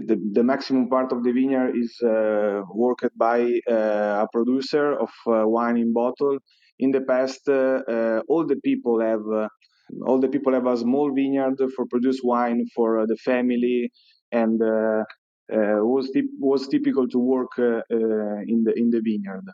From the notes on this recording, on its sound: Clubhouse Ambassador's Corner. These sessions are recorded from Clubhouse and replayed here on the Italian Wine Podcast!